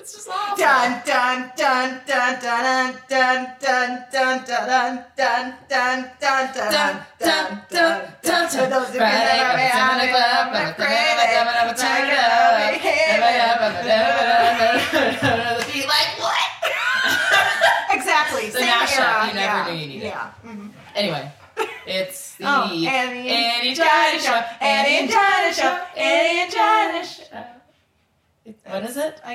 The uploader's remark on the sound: Featuring some jacked audio because we tried to be fancy with a new microphone.